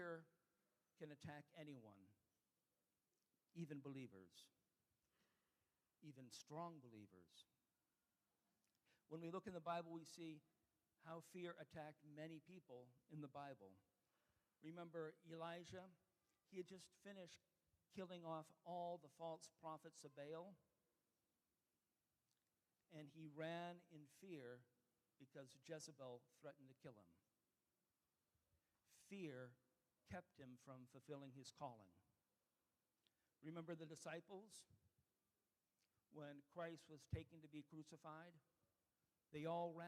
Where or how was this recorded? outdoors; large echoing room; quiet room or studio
large echoing room